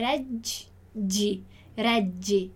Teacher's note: o reggi, ele é aquele som das duplas consoantes, delle doppie, e ele é um pouquinho mais demoradinho